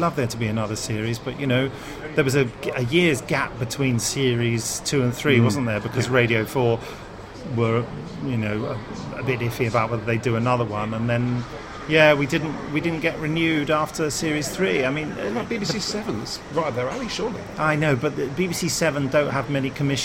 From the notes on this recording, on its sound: This episode was recorded at a signing event. At Waterstone’s, Lakeside, Thurrock. Sadly the podcaster roundtable recording audio wasn’t usable.